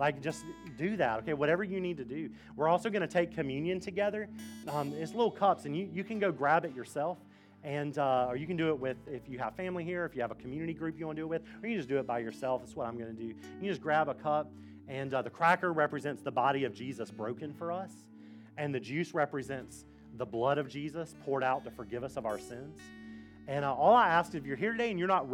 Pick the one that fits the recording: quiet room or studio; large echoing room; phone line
large echoing room